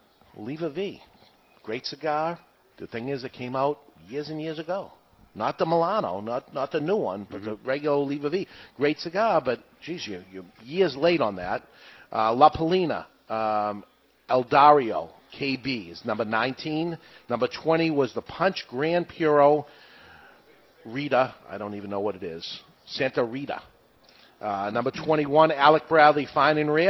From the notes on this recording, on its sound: LIVE From Two Guys Smoke Shop in Nashu NH